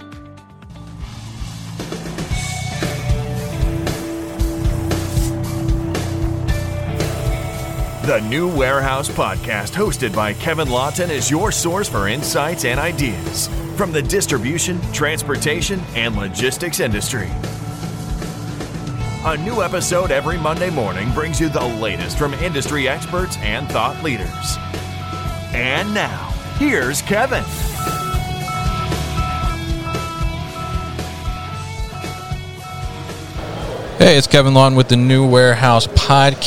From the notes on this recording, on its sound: Concentric at MODEX 2022. Joined live at MODEX 2022.